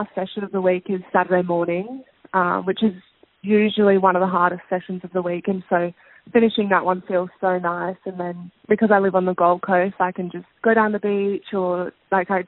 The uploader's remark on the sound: We did this over the phone so her audio isn’t as clear as usual